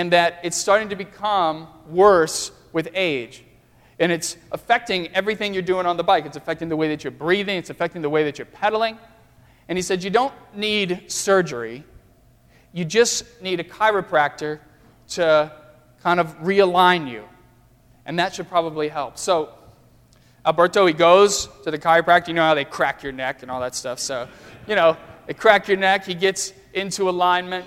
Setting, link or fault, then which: setting, large echoing room